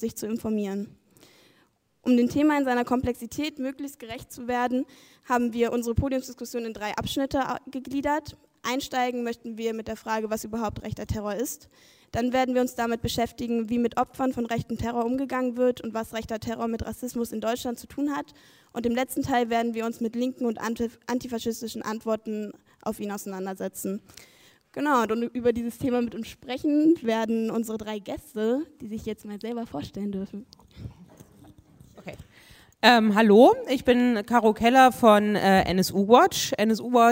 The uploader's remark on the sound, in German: Dafür waren drei Expert*innen für eine Podiumsdiskussion nach Göttingen eingeladen. Die Podiumsdiskussion „Die Normalität des rechten Terrors“ fand am 15.11.2019 ab 18:00 Uhr im ZHG der Georg-August-Universität Göttingen statt.